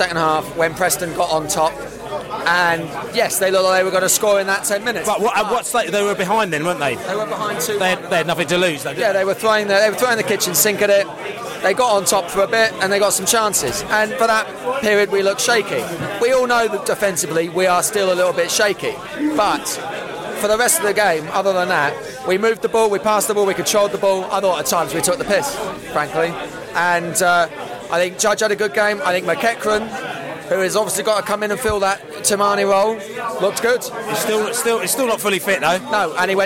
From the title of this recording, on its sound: post -match podcast from the pub